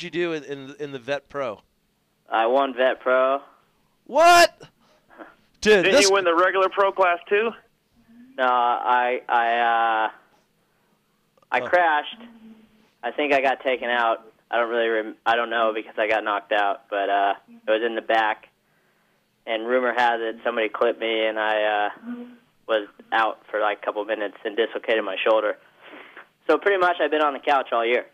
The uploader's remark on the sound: In Studio. In town for the Kawi Dealer Expo and stops by the show. Phones in for a lengthy conversation.